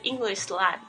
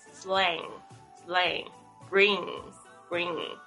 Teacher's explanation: 它基本上它没有 n 的发音，它是这个 ng 这个后声音 · Shown in: second take · ，所以你要发的时候你就要发得很好，所以一开始我们练习的时候呢，用力一点发没有关系，slang bring，就发现这舌头是翘起来的。好， bring 是带来，那再来呢， only happiness andjoy，这个 happiness 你会发现它的拼法跟着 happy 好像哦，其实它就是 happy 的名词。那我们要注意呢，这个 happiness 它是做名词用，所以这边是做这个幸福或快乐用。然后呢，它的拼法是这个 happy 后面的